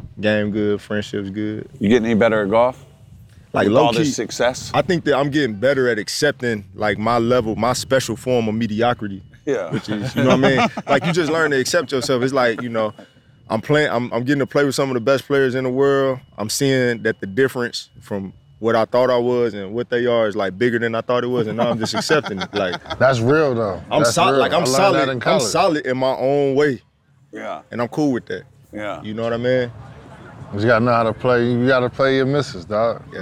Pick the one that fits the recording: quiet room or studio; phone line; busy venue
busy venue